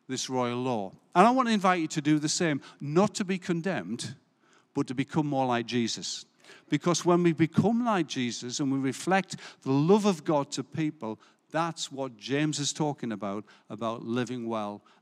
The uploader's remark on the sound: Recorded live at Life Church Lancashire on the 26th June 2022